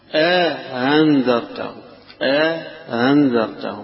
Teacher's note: يبقى همزة بعدها مدة بعدها همزة مسهلة · Term: التسهيل مع إدخال